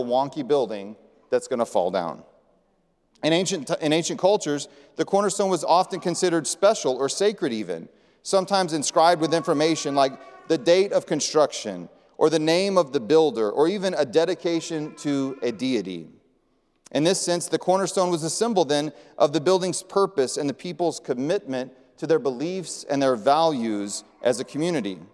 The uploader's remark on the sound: presented by Asbury Seminary Kentucky Chapel, recorded on Thursday, May 4, 2023 at Asbury Theological Seminary's Kentucky campus